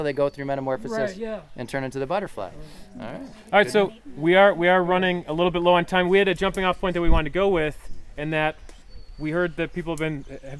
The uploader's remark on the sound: The Field Guides Live! (at the Allegany Nature Pilgrimage). The guys were invited to lead a hike at this year's Pilgrimage.